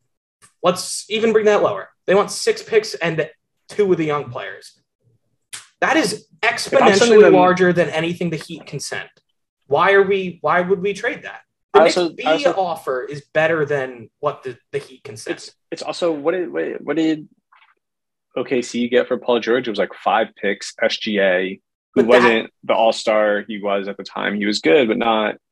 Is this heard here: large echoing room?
no